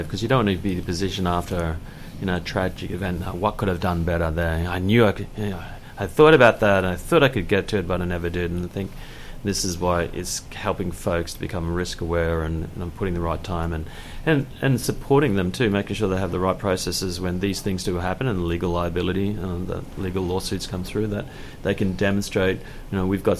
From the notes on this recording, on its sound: at the FEO 2018 Conference in Hamilton Ontario